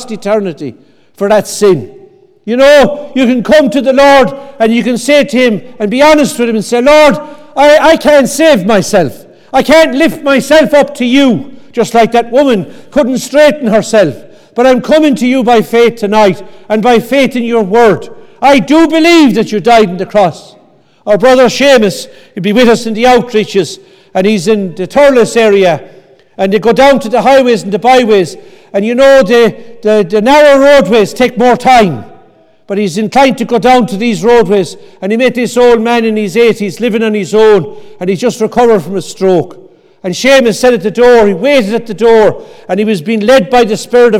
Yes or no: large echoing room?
yes